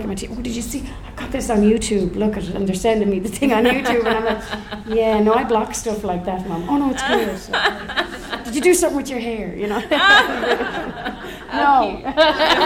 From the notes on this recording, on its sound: Podcasts in front of a live audience at the National Folk Festival Canberra.